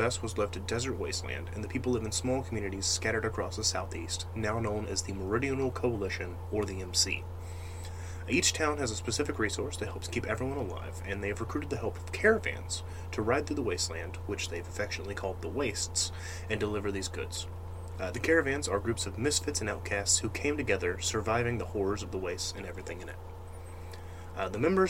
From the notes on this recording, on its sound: I am very sorry about the background noise, my PC fans are very loud and I am working towards a replacement fan/better mic.